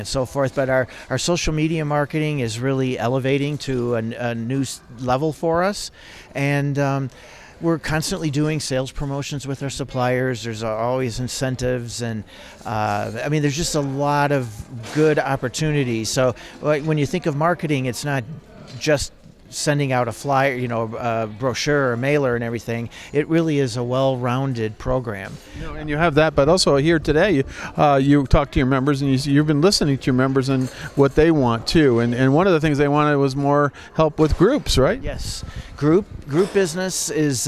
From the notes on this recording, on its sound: at MAST’s recent conference in Las Vegas